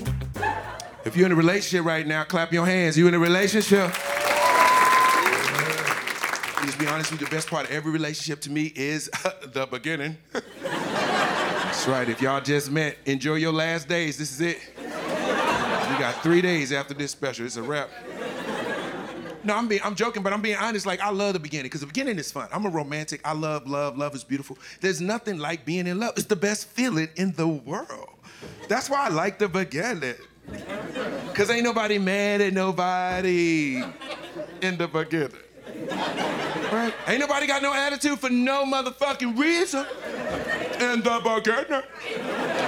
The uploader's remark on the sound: Live from Tribeca